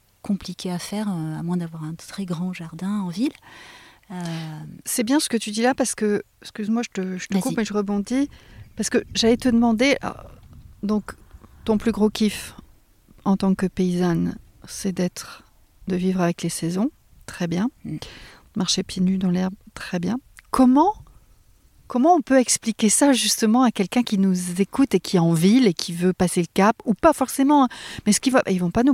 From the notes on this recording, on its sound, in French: Tiny House en Dordogne. J'expérimente l'enregistrement en extérieur, et je peux vous dire que nous avons kiffé le chant des oiseaux, le petit bruit des insectes, et le doux murmure d'une tronçonneuse au loin.